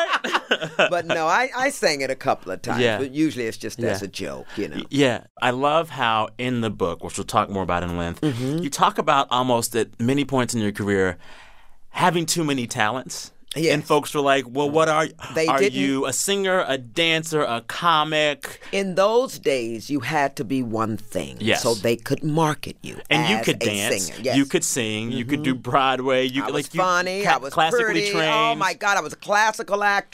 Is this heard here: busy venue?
no